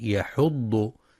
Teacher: ينتبه القارئ لترقيق الحاء في كلمة يحض، فلا يفخمها لمجاورتها الضاد